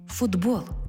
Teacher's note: Бо глухий «т» поруч із дзвінким «б» перетворюється на дзвінкий «д» поруч із дзвінким «б». Глухий знайшов собі дзвінку пару.